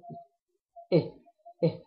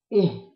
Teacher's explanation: لو ما خرجناش هواء كويس في الهاء ما تظهرش · Shown in: second take · Term: الهاء الساكنه